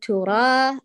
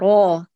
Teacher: لا نقول ترى، را هذا صوت شاد، قولي را فخميها، إضافة الصوت باتجاه قبة الحنك · Shown in: second take